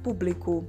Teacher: ela é uma palavra que tem três sílabas, sendo que a terceira da direita para a esquerda é a nossa sílaba tônica